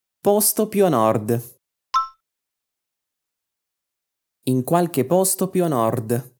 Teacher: quando eu falei a palavra nord, eu dei uma leve prolongada ali no final